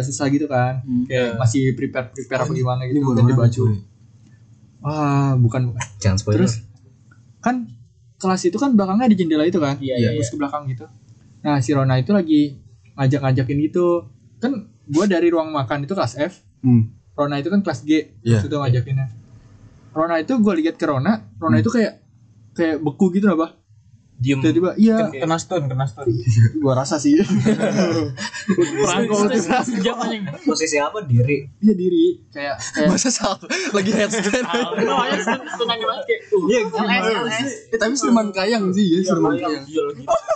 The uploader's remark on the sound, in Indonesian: Mic lupa dicolok, lagi.